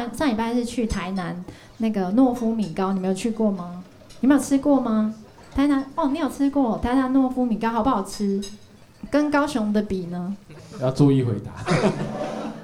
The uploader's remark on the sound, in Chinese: 巡演的第八站我們來到了高雄的曾記熱炒店。整集不斷地聽到大家的碗筷碰撞聲，甚至從演出開始到結束前十分鐘都沒有停止上菜。本集為高雄場現場收音錄製。左營高鐵逼逼發車聲。曾記熱炒廚房直擊煎煮炒炸聲。